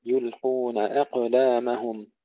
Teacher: القلقلة مع تفخيم القاف ثم تحقيق اللام